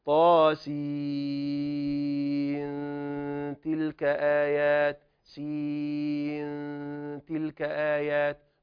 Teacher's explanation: عندي أتى هنا النون الساكنة، كما نذكر أحكام النون الساكنة والتنوين، النون الساكنة جاءت قبل حرف التاء، حكم عادي جدا، سنخفيها، سنخفي هذه النون، فنقول طا من مجموعة حي طهر طا حركتان حركتان وسين ست حركات